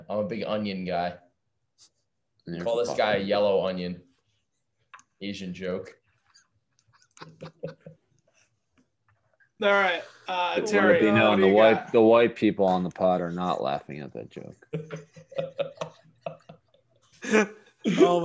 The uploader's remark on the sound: during our zoom call